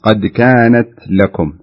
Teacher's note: قد كانت لكم. شوفي التاء في كانت هنا فيه همس